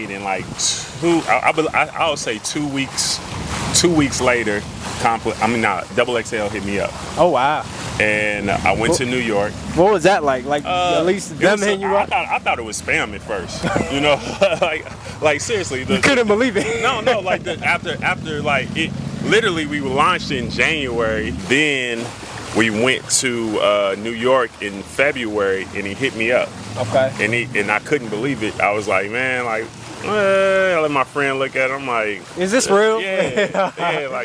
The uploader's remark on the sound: Recorded at the vibrant Summit in Lexington, Kentucky